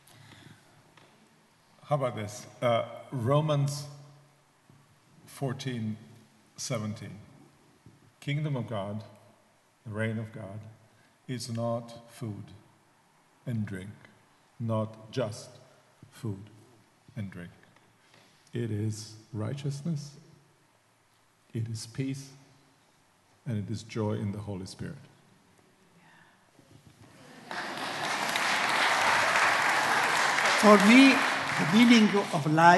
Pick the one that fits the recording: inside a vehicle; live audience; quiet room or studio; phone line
live audience